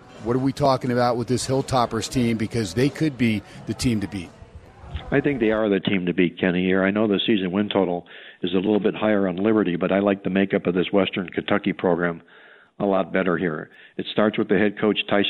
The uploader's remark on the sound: "Live" from #SteinersPub in #LasVegas